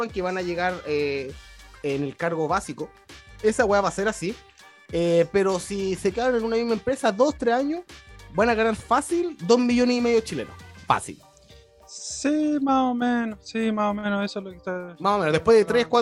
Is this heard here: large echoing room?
no